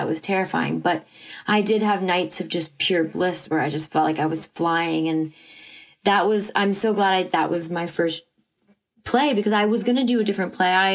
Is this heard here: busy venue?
no